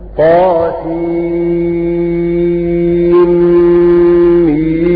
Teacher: فطاسين مد لازم حرف مثقل عند جميع القراء، وميم مد لازم حرف مخفف، والمد اللازم يمد بمقدار 6 حركات